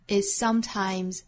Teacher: 两个相同口型的辅音相遇了，我们只发后面的这个做后进同化，发。Is sometimes,而不需要再发 is sometimes.